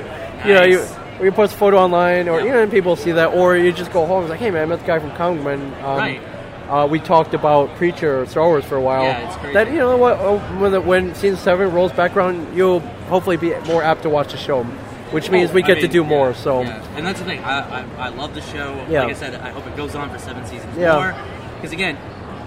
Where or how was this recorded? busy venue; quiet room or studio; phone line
busy venue